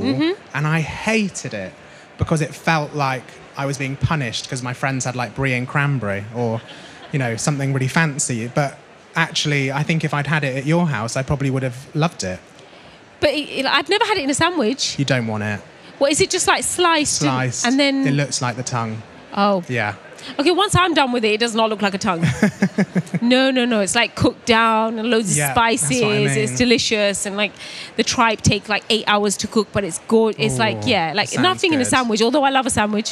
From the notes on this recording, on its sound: This episode is recorded at the BBC Good Food show in Birmingham